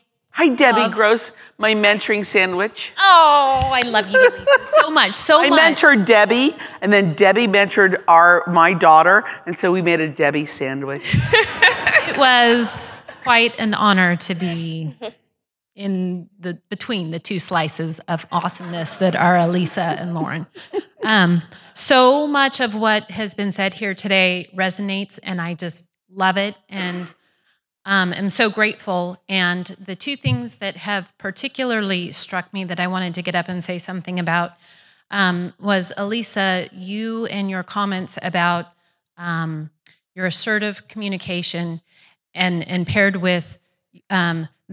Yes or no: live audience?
yes